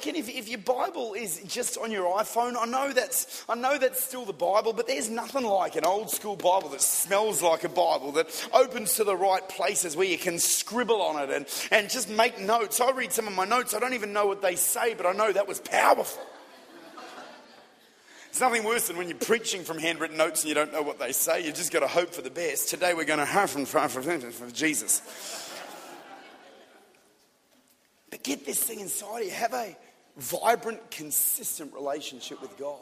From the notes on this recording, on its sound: Recorded at Lifepoint Church, Adelaide, Australia - City Campus.